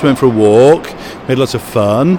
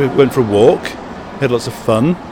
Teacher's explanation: you use quite long vowels, went for a walk, we had lots of fun, and I would use quite short vowels